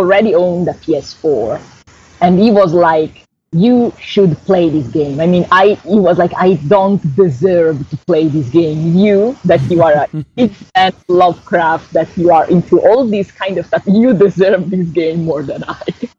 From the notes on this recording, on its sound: Because of the distance between us (she's in Italy), the audio quality is a bit rough this week.